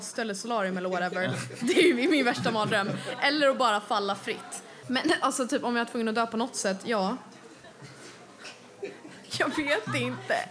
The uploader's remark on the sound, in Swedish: En reunion på Haymarket Hotel. Ägde en livepodd rum tillsammans med Hemma hos Gretas.